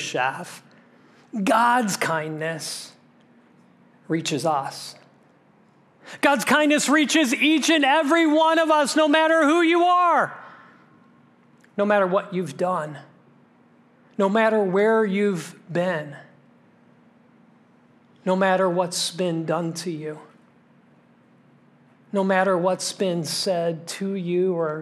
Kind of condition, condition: setting, large echoing room